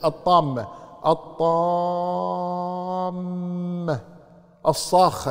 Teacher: ست حركات ليش بعدها حرف مشدد الطامة الطامة الصاخة نفس الشيء فهذه الأحرف المشددة إذا جاءت بعد المد يمد ست حركات مدا كلميا